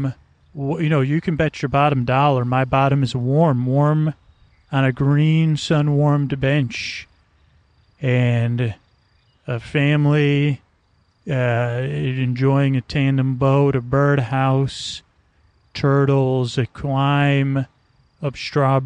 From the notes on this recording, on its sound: This one is on location at Stow Lake in Golden Gate Park.